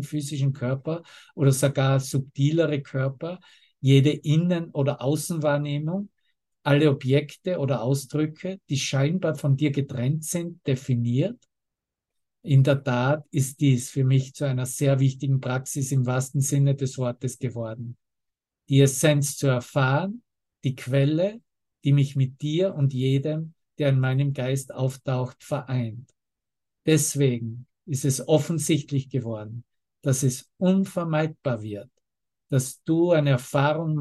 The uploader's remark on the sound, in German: Zoom-Session